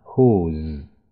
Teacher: 注意后面这个 S 要发浊音啊